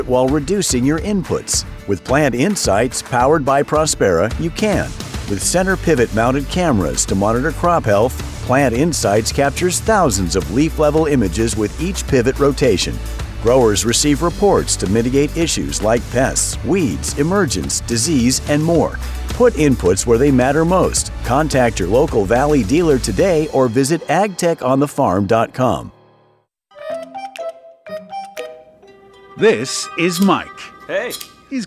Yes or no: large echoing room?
no